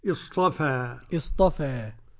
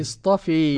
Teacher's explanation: وقرأ الإمام حمزة والكسائي وخلف العاشر بالإمالة الكبرى · Shown in: second take · يبقى الفتح اصطفى.